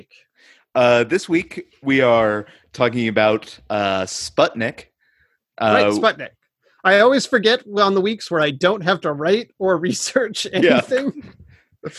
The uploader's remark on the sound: We had to use our backup recording for this one, so it’s just the audio from our Zoom call. The quality is a bit lower than normal.